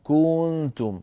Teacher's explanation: يبالغون في زمن الضمة في كنتم فتخرج معهم كنتم وكأنها صارت واوا · Term: إشباعا